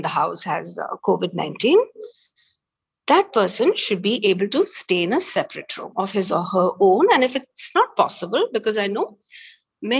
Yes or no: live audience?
no